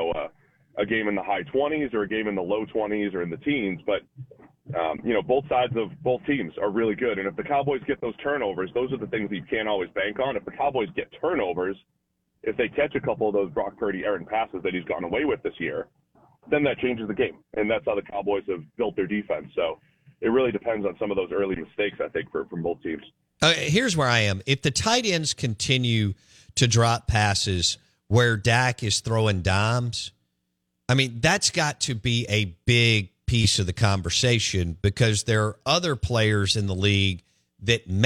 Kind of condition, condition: link, phone line